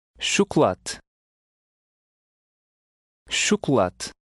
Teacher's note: both the O's will have the same U sound, and the final letter is almost silent.